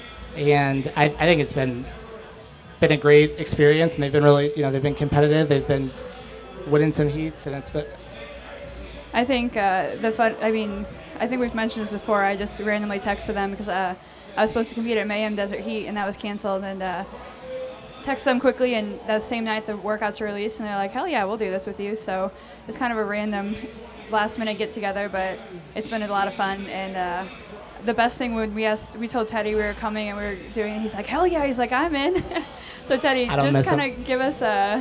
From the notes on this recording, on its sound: A jam packed episode recorded live on stage at Wodapalooza in Miami.